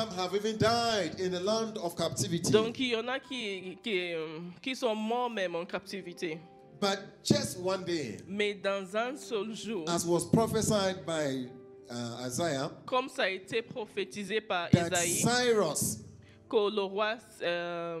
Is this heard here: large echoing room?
yes